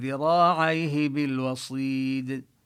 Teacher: ذراعيه نمد الألف مدا طبيعيا ونبين الياء الذي هو حرف لين هنا بذراعيه